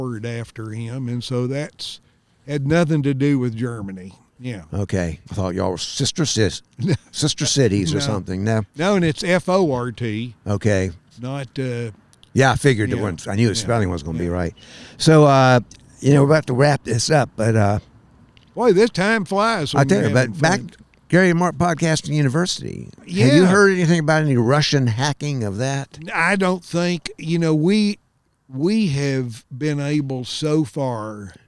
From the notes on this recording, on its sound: A podcast recorded next to the old Green River Bridge. Mobile podcast recording studio.